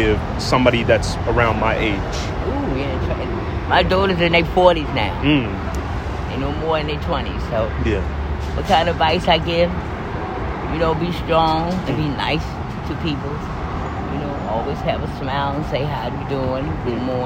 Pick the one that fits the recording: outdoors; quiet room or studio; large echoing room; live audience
outdoors